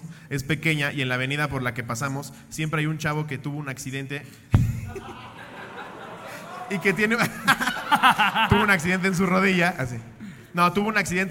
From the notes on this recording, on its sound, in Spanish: En vivo desde Texcoco. Cotorreamos mucho con el querido público de texcoco.